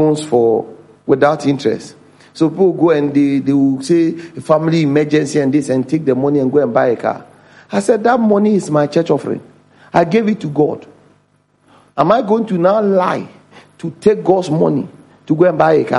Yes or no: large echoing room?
yes